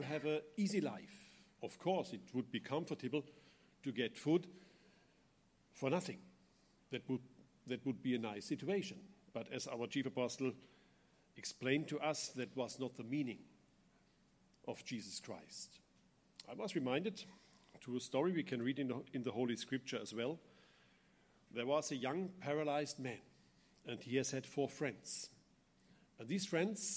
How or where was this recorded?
large echoing room